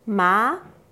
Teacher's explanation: 第二声、中くらいの音から一気に上げます